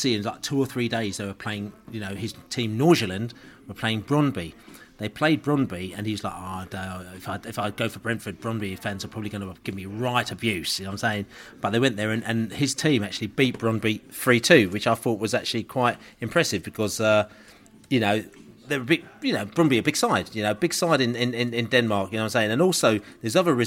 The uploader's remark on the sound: Podcast From The Pub